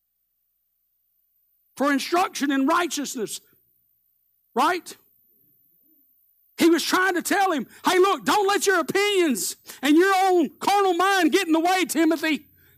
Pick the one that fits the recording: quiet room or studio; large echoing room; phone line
large echoing room